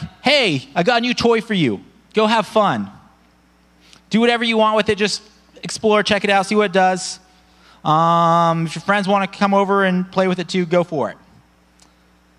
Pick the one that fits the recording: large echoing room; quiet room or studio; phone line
large echoing room